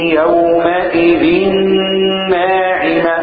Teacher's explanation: دخلت التنوين في النون واخد بالك وقفت حركتين